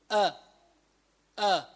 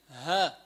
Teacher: هدول مخرجوا من تحت أسفل الحلق